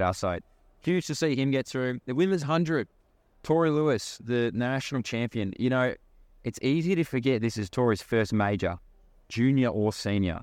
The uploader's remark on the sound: LIVE FROM THE WORLD CHAMPS.